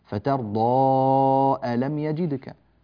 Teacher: فإذا وصلنا صار المد مدا جائزا منفصلا يمد بمقدار أربع حركات أو خمس.